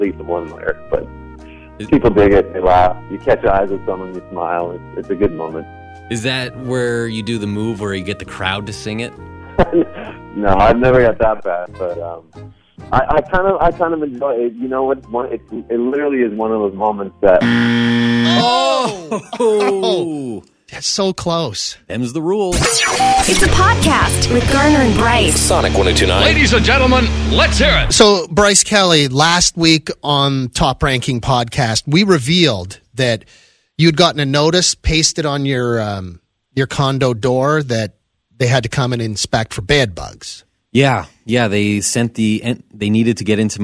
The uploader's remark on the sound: they get a phone call from an old friend